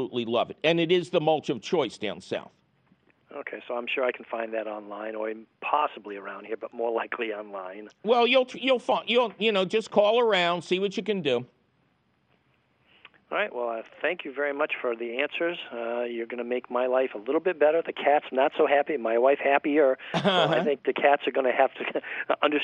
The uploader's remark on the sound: your Fabulous Phone Calls!